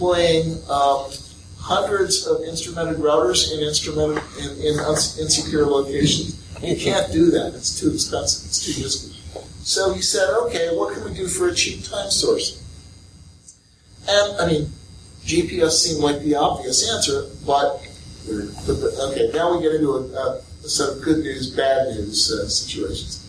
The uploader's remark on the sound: a talk recorded at the Central Philadelphia Linux Users Group